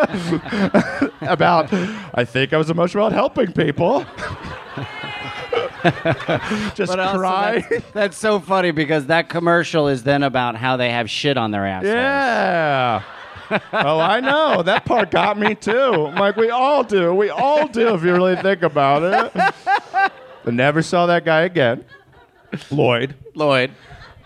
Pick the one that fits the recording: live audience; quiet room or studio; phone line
live audience